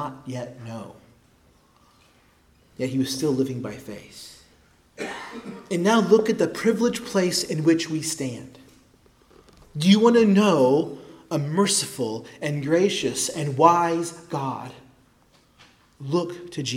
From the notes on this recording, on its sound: preached at Christ Our Savior Baptist Church